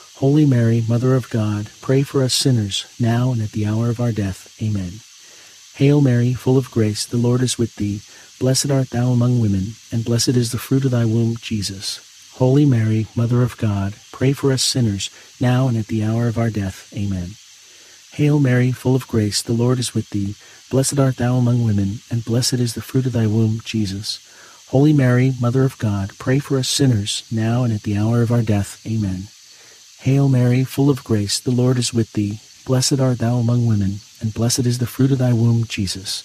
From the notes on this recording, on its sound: Get closer to nature and enjoy the soothing outdoor sounds of cicadas singing on a warm summer night alongside this Friday rosary.